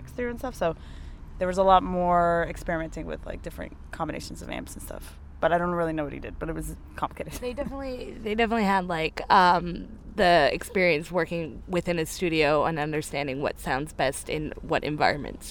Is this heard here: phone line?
no